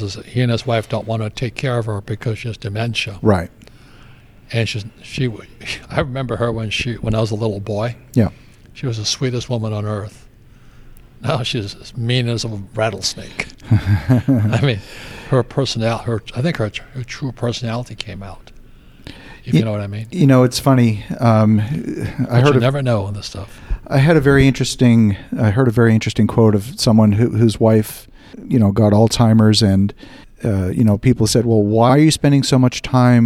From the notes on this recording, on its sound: This conversation with him was recorded in person at the New Orleans Investment Conference.